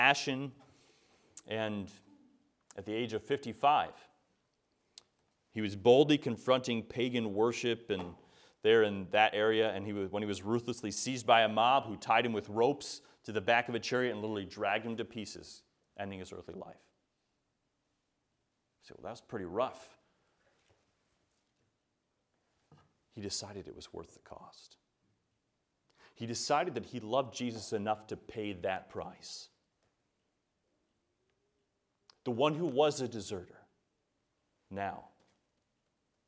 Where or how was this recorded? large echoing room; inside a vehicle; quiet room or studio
large echoing room